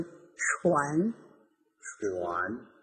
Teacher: 一定要注意这个舌尖要抵到上齿龈或者是硬腭前部这个位置 · Term: 鼻辅音 n